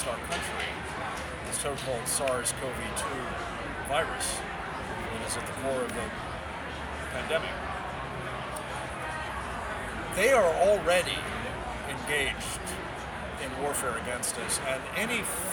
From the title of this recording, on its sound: LIVE FROM CPAC TEXAS